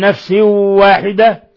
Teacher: تنوين كسر جاء بعده الواو إضغام بغنة